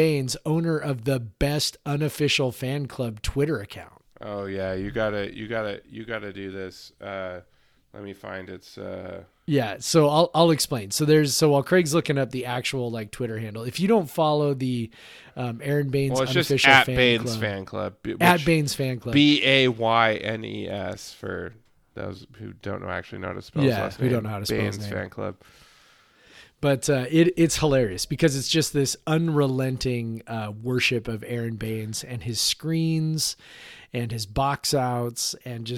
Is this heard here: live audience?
no